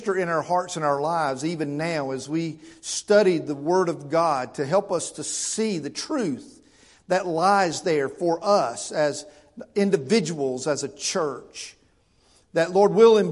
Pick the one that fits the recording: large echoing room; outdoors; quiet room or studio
large echoing room